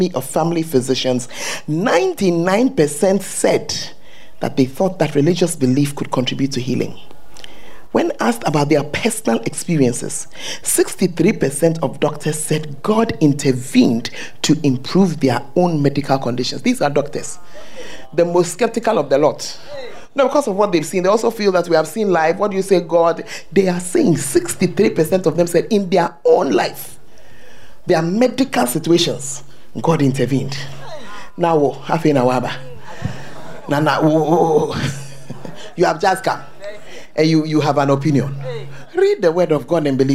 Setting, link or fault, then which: setting, large echoing room